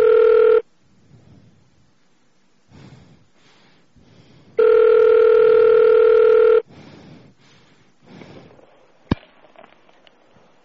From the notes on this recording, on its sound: Personal Prank Phone Calls Collection